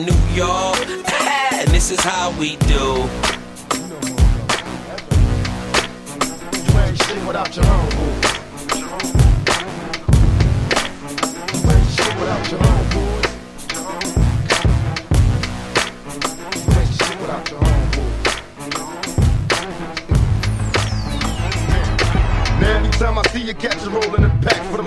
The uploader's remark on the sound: Live Urban DJ Mix #24 at Jax Niteclub